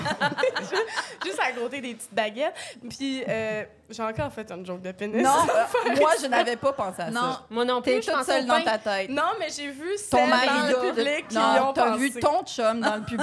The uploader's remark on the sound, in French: enregistré à l'Idéal mercredi le 4 octobre 2023